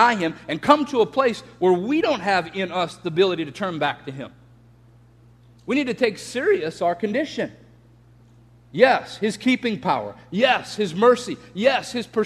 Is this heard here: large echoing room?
yes